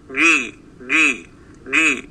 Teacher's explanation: الجيم الصحيحة التي يقرأ بها القرآن تخرج من وسط اللسان، فندرب أنفسنا فنقول جي جي جي.